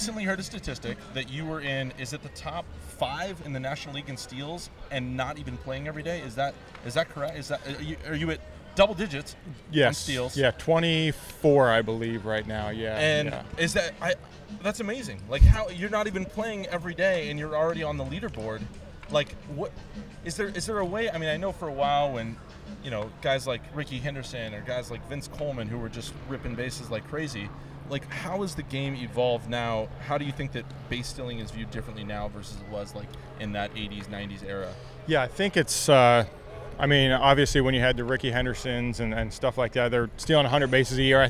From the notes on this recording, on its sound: recording this podcast from the field at Petco Park during batting practice